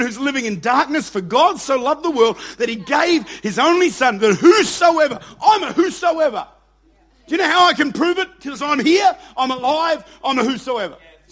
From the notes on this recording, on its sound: Recorded at Lifepoint Church, Adelaide.